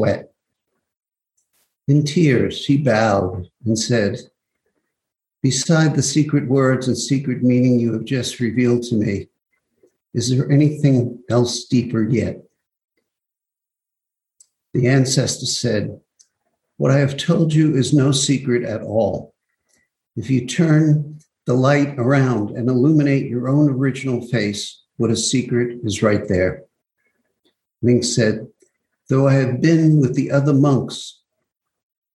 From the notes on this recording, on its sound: Zoom Broadcast.